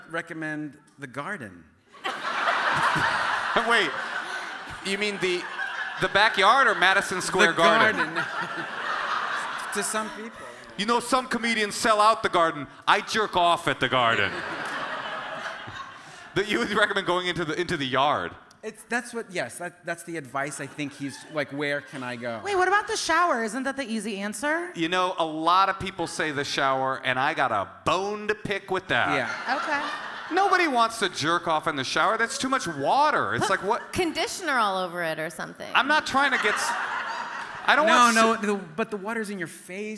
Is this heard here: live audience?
yes